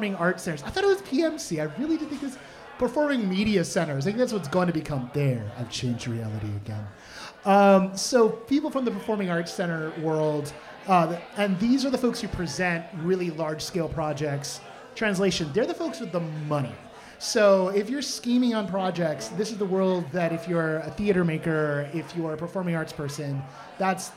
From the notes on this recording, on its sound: This episode was recorded LIVE at The Roguelike Tavern in Burbank. Special thanks to Black Ax Media for capturing video of the recording.